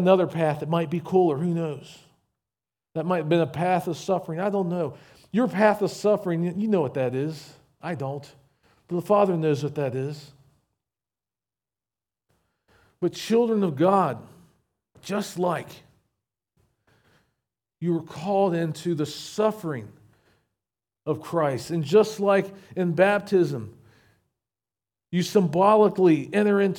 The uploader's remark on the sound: recorded at Shenandoah Valley Baptist Church on Aug 13, 2023